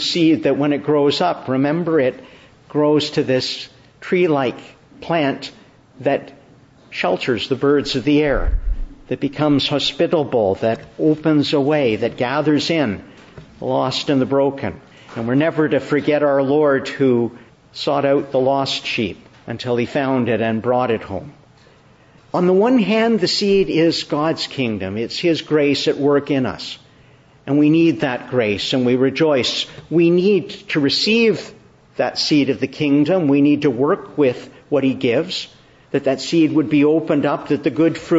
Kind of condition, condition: setting, large echoing room